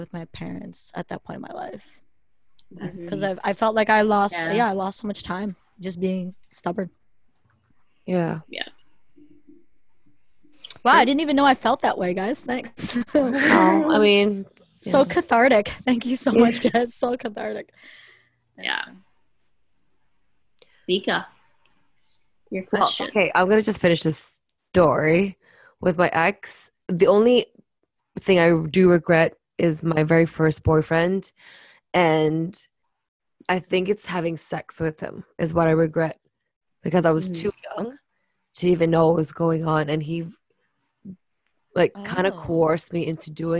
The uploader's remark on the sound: The girls back with another zoom session episode.